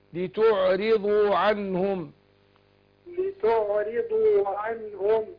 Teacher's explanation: أنا عايزك ترقق الراء